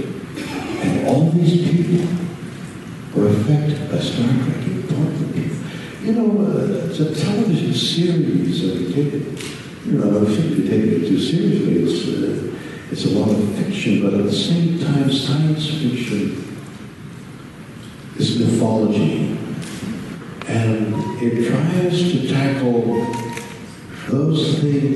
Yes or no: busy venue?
yes